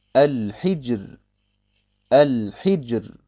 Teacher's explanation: Also schaue ich auf das H vor dem Jim. Und das H hat eine Kasra. Und folglich wird das Ra hell ausgesprochen.